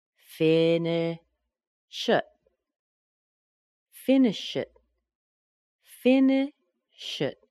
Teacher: Now I'm going to reduce the word it to ut because we usually do that. So I'm going to put the sh in front of the I, push it over to that other word, and it sounds like finish it.